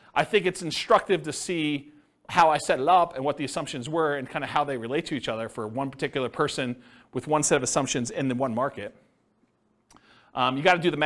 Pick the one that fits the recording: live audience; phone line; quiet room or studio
live audience